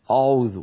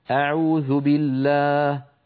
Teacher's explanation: الهمزة لا تفخم لأنها مستفلة · Shown in: second take